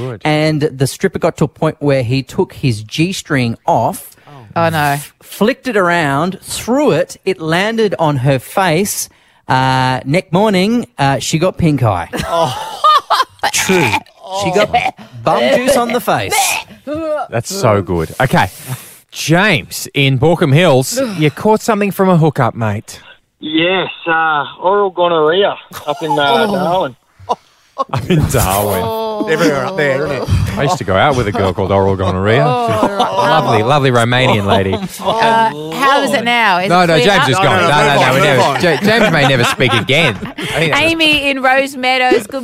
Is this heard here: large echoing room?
no